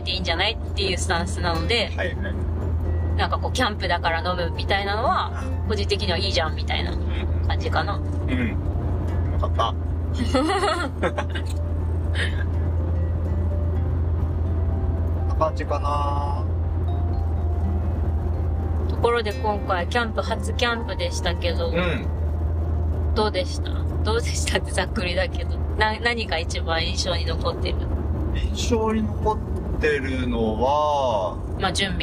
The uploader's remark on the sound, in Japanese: 家族で初キャンプの帰り道に収録したドライブ番外編